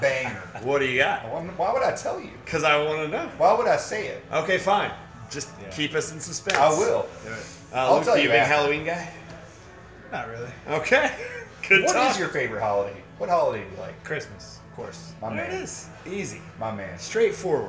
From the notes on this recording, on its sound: Live from Odeon!